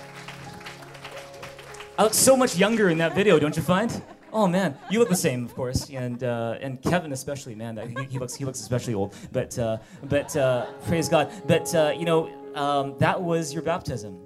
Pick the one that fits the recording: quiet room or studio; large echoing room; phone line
large echoing room